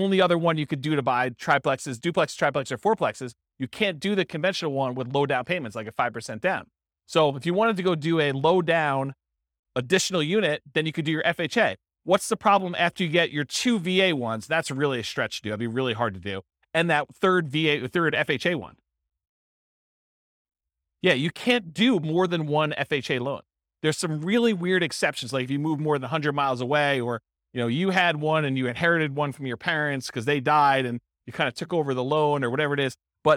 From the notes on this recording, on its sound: This was a live class recorded to give investors a solid overview of the house hacking real estate investing strategy. The live in-person version.